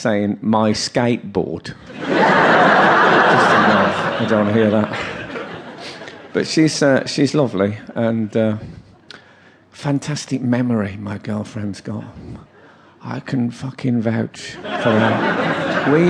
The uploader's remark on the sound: Format: Original Recording. Recorded during his 40 night sell-out run at the Leicester Square Theatre and part of his highly anticipated 2014 tour.